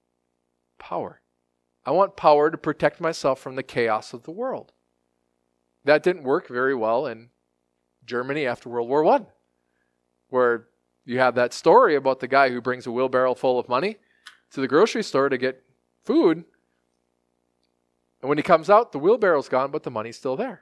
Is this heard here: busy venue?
no